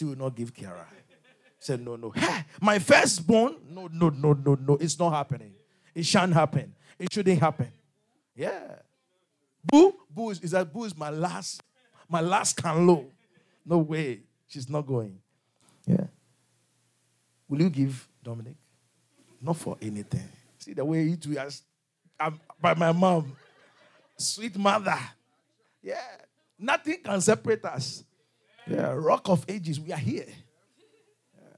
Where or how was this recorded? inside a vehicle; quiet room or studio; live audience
live audience